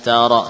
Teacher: idhar berarti tetap merapatkan bibir ya kedua-duanya dan tidak menambah gunnah.